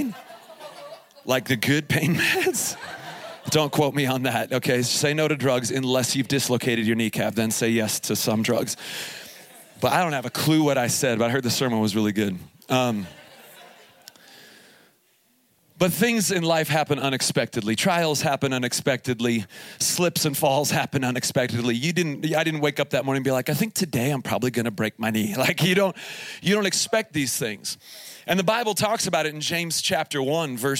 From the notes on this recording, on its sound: Here is a special edition of the podcast, recorded live from Summer Camp 2021 at Faith Heights. During the morning 1 session.